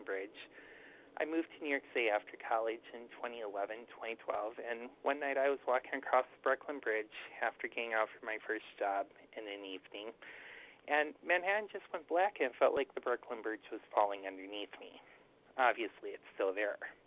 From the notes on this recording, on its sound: 100 Pounders Phone Meeting, 7/21/23.